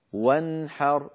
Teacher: نون ساكنة بعدها حاء ولا زيادة في زمنها · Term: إظهار